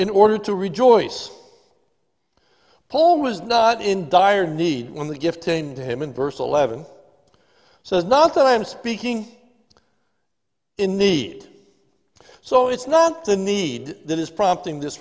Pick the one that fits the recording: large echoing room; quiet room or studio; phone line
large echoing room